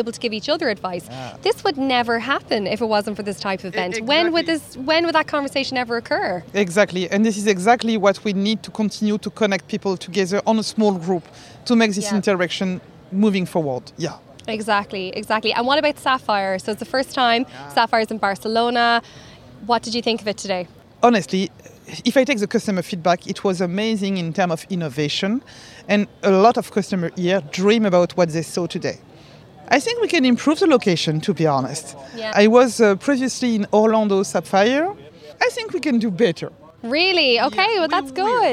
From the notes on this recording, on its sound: At the recent SAP Sapphire event in Barcelona, a select number of SAP customers were invited to an exclusive event on the rooftop of the Edition Hotel. In between drinks and nibbles.